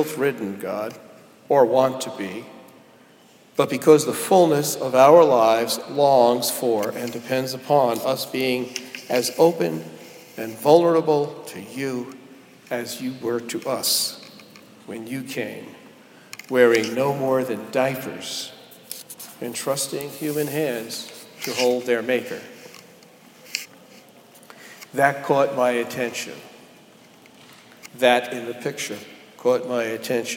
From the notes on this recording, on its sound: Delivered at Jan Hus Presbyterian Church and Neighborhood House